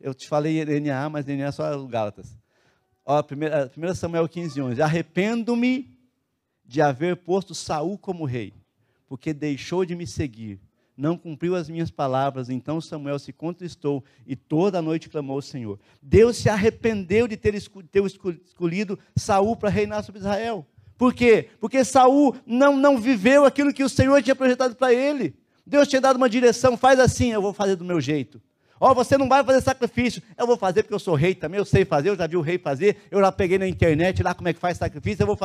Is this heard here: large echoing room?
yes